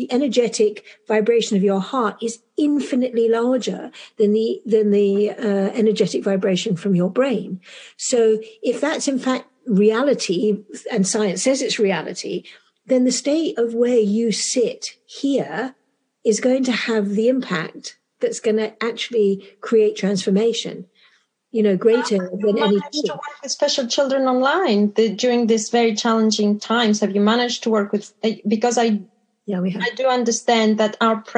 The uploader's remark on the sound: I reconnect through zoom